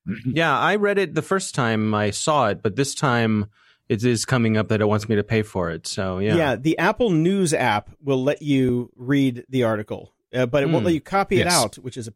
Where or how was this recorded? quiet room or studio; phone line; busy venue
quiet room or studio